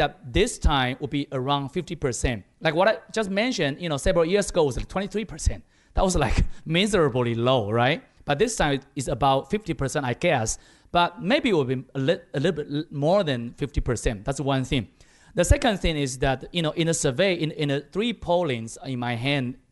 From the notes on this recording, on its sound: A special show recorded live at a forum in Taipei jointly hosted by ICRT and the European Chamber of Commerce Taiwan.